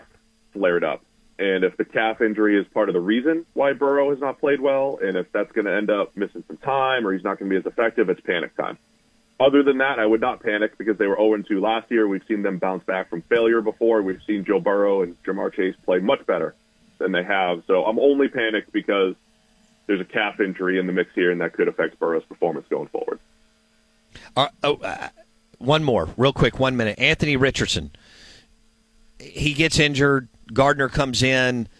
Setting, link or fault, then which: link, phone line